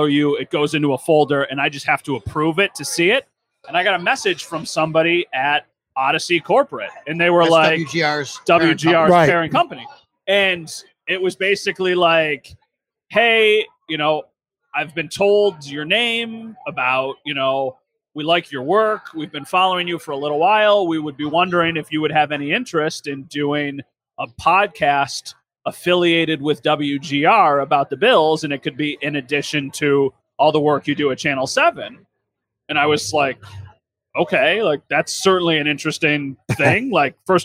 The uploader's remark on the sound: LIVE From Imperial Series. A sit-down conversation taped live from Imperial Pizza in South Buffalo. Thank you again to Imperial Pizza (1035 Abbott) for hosting this live series.